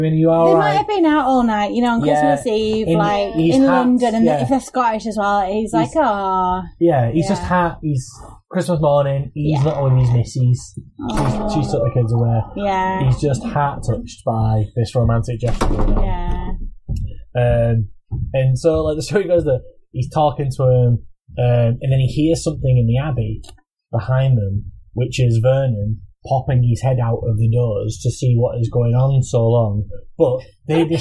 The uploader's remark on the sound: Sorry about the sound this week - we had too many beers and the recording went wrong.